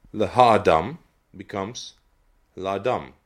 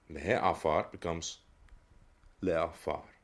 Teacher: it's surrendering its vowel, the ha, is surrendering its vowel to the preposition le